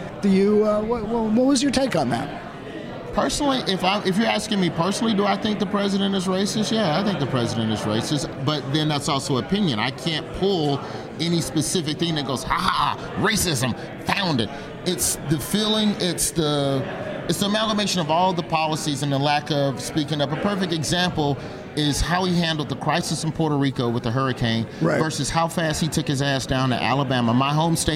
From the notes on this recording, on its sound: Live from SXSW and the site of The Donald J.